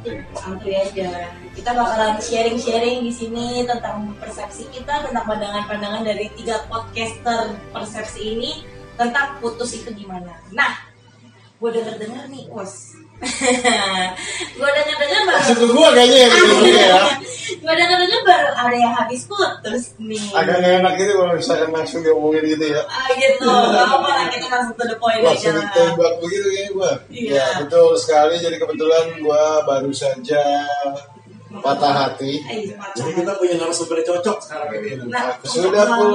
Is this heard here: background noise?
yes